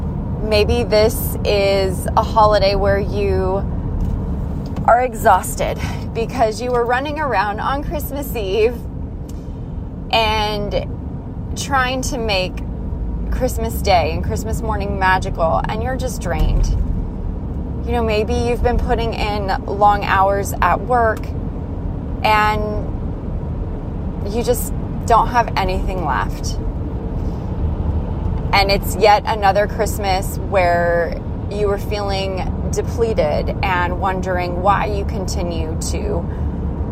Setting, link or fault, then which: setting, inside a vehicle